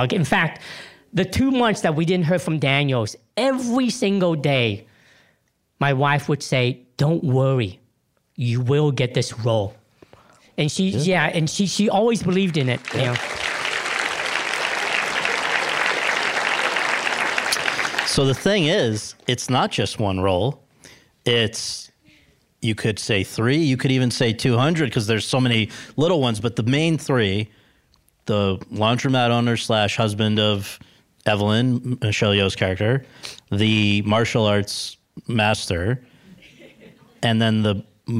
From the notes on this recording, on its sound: LIVE. In front of an audience at Chapman University.